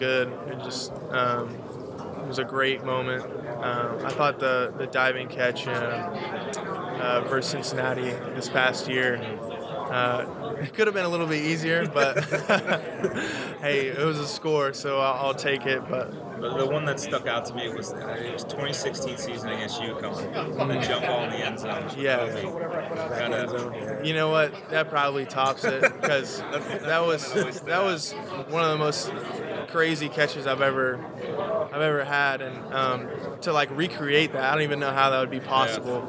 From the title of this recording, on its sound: Live from AAC Media Days